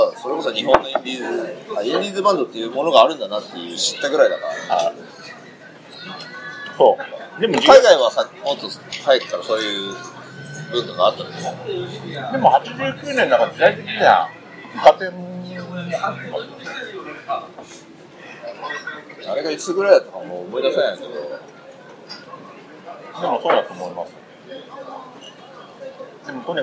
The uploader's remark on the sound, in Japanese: 今回は立ち呑みいろはからライブ直後の録音です。